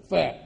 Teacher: كيف تنطق الفاء؟ من باطن الشفة السفلى فاء، بدليل لو مسكت دي كده برضو تنطق فاء، دي ملهاش داخل خالص.